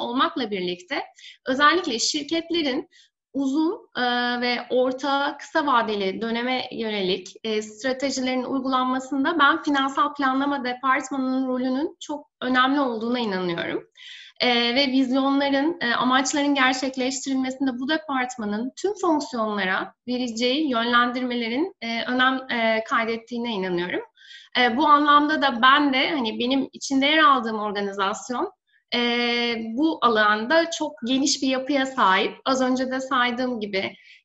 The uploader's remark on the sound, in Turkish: webinar serimizin dördüncü yayını